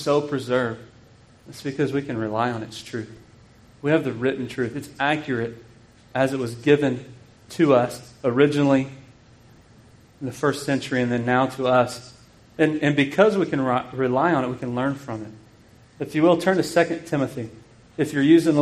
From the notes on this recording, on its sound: This sermon was preached at Grace Bible Church in KIlleen, Texas.